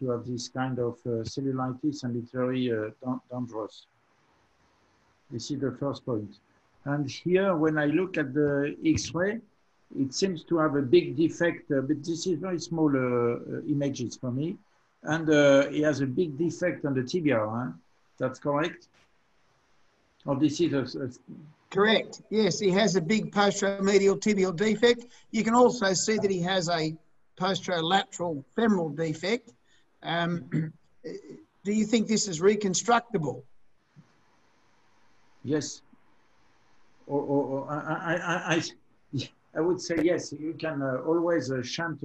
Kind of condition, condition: link, video call